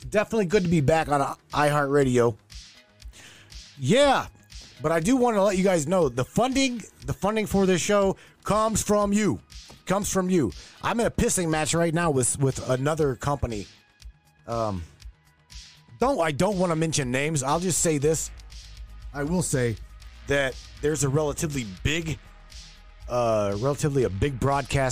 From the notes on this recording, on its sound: Taking your phone calls all night long